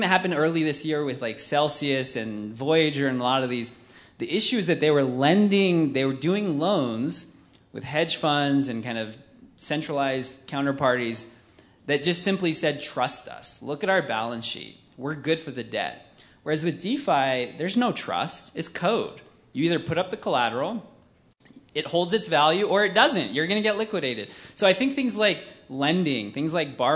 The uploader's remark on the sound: He came to Silicon Slopes HQ in jeans and Jordan’s. Joined us on stage for Silicon Slopes Conversations Friday, November 4, 2022.